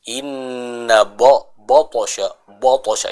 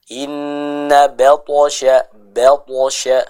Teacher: huruf ba, ini adalah huruf yang tipis, sehingga dia tidak boleh ditebalkan · Shown in: second take · Meskipun setelahnya ada huruf tebal, yaitu huruf to, namun kita fokus saja ya menebalkan huruf to-nya tanpa harus menebalkan huruf ba-nya.